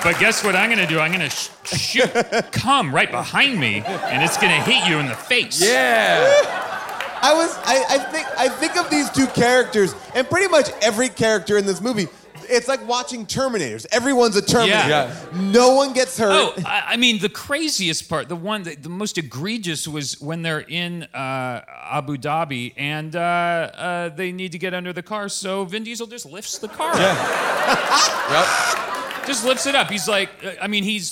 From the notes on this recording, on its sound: Recorded LIVE from Largo in Los Angeles. During audience Q&As!